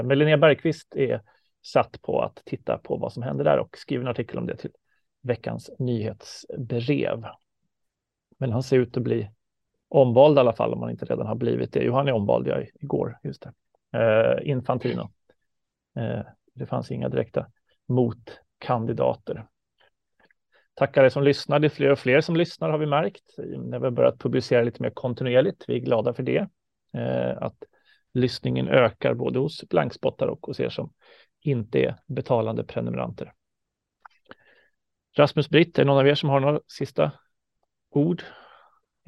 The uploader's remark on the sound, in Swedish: På länk från Georgien.